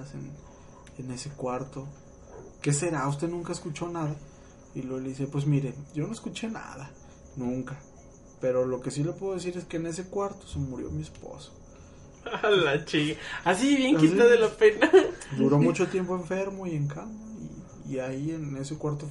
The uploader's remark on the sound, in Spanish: Disculpen los ruidos de fondo y las risas.